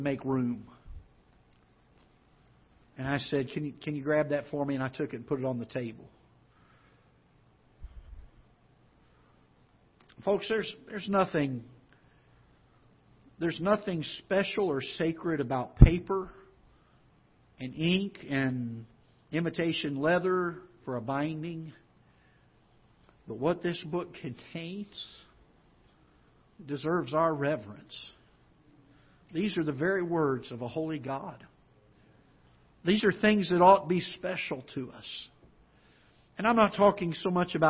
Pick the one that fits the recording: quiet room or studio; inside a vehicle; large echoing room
large echoing room